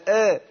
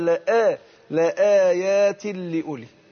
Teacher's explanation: الهمزة تخرج من أقصى الحلق وحرف مستفل مرقق